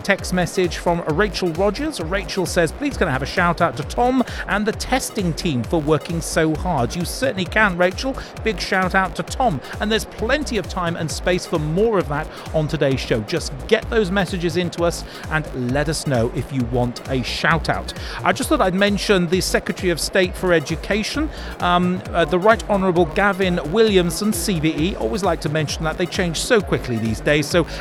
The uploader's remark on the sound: Our first NetSupport Radio LIVE show from stand NL44 at BETT2020.